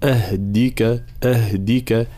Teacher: أولا صفات الدال الشدة والجهر، ثم الحركة هنا حركة الكسر